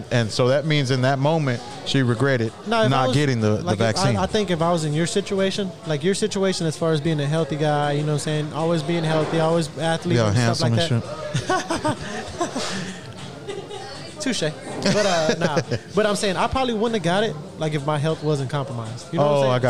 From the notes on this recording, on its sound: RECORDED LIVE FROM TEXAS TAILGATE.